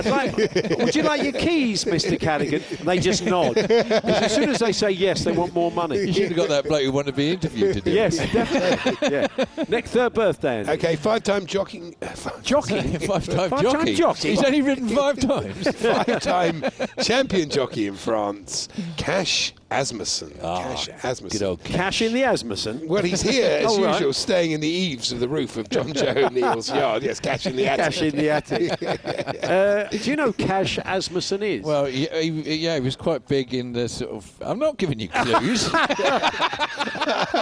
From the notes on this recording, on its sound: live from Cheltenham Festival for day 3 at the races!